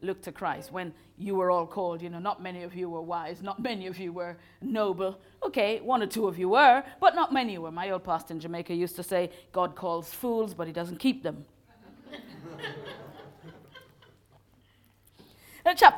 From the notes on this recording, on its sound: Recorded live at Moorlands Bible College.